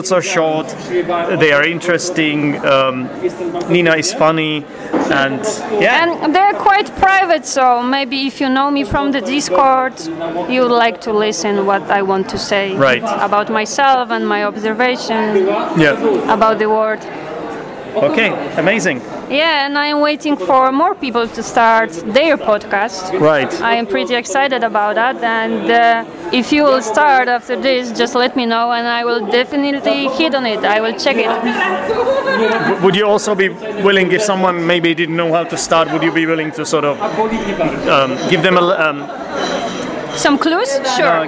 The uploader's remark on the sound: That changed when I went to Poland to visit a student of mine and a listener of this podcast. Did this podcast together in a cosy Polish pub, so prepare for some background noise.